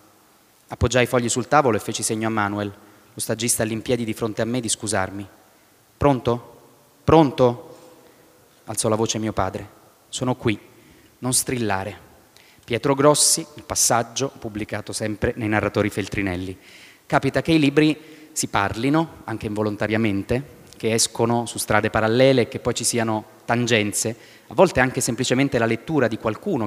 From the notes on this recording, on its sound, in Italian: Registrato a Bookcity 2016